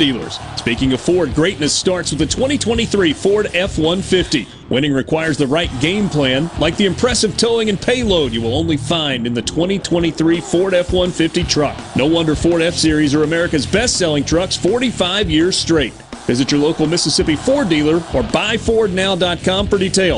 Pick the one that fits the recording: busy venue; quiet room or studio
busy venue